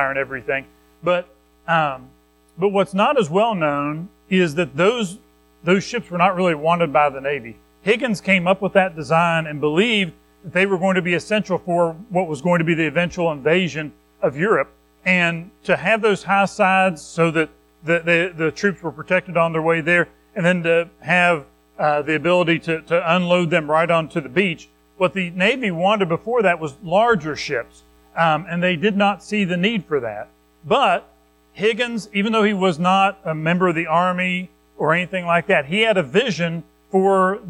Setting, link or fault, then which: setting, large echoing room